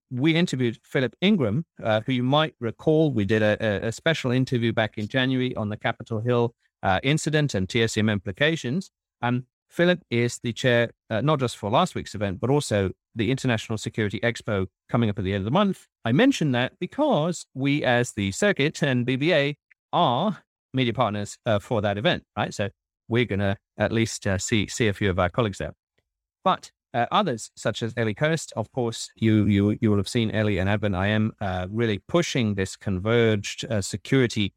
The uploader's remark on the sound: Live from The Security Event | Birmingham. This week we’ve been out in the wild where we recorded the show live from The Security Event, a physical event held in Birmingham, UK. Interviews recorded on location.